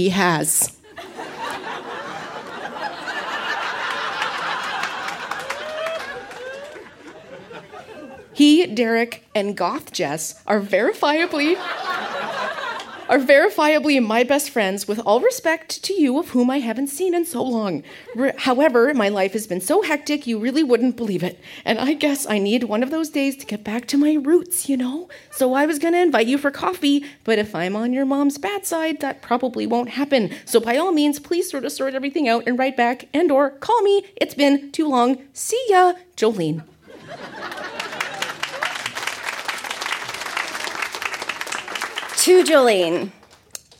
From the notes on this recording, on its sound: Recorded live at the Kingston Canadian Film Festival. Photos from our Kingston, Ontario event.